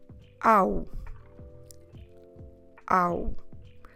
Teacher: you start with your mouth open, a, and then you close it in order to pronounce the sound u · Term: diphthong